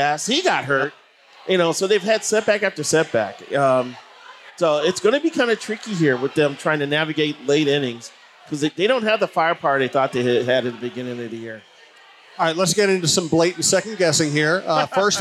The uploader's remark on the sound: Live from Gluek’s.